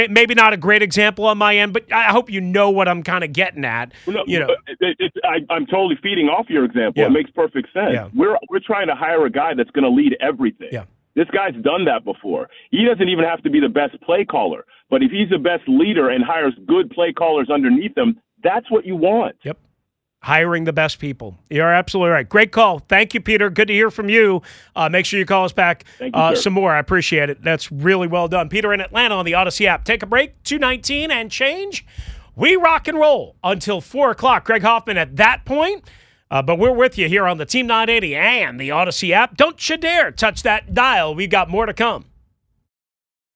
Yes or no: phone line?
yes